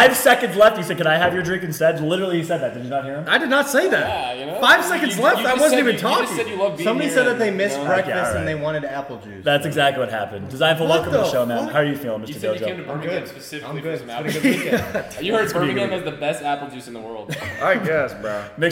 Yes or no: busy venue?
yes